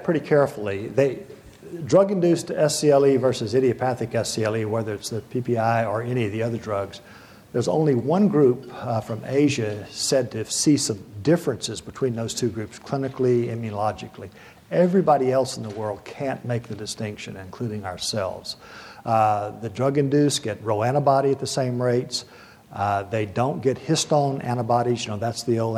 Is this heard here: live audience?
yes